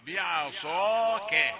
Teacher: خلي التفخيم تفخيم على طول. والكاف رقيقة